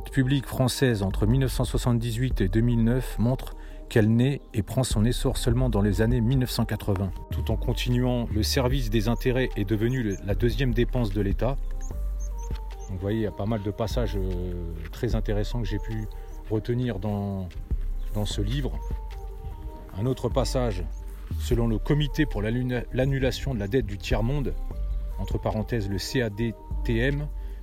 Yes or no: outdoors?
yes